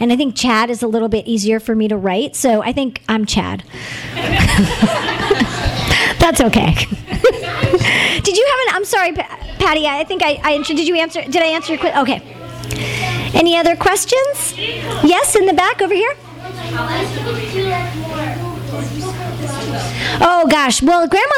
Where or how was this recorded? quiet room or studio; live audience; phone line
live audience